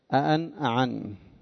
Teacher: عنعنة تميم عكس هذا العين ينطقونها الهمزة ينطقونها عينا